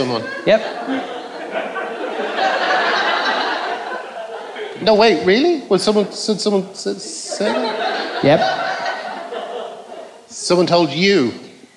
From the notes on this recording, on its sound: Recorded in front of an audience in London's 100 Club.